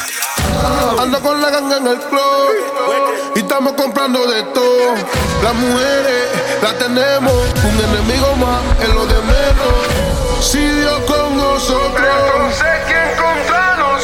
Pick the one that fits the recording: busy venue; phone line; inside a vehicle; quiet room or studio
busy venue